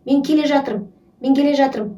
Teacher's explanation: қ например ға айналып кетеді к гге айналып кетеді